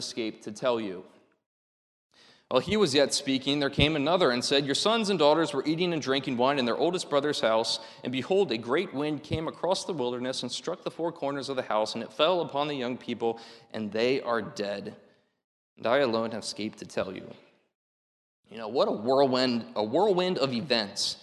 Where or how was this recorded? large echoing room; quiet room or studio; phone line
large echoing room